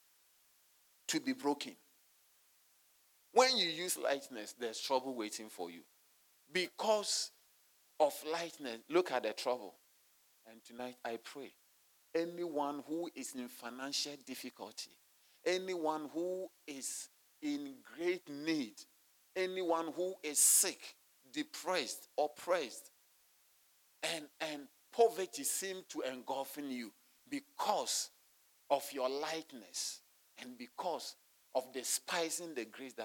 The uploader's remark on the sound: Sermon delivered on Wednesday, January 31, 2024, at Serious Christian Church in Cape Town, South Africa.